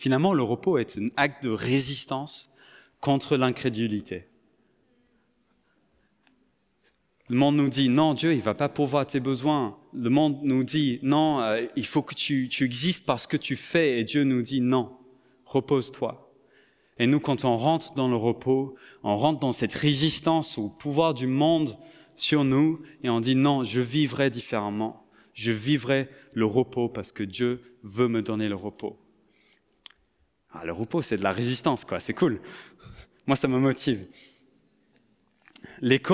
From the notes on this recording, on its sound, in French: Enregistré à l'église CVV, le 03/07/2022